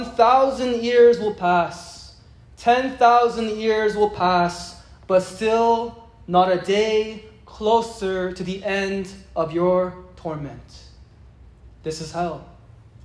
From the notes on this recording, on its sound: It was preached at a gathering of university and college students.